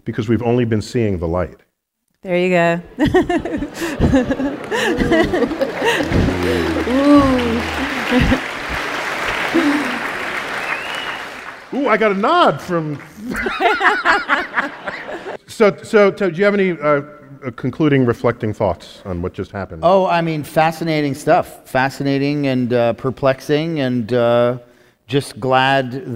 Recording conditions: live audience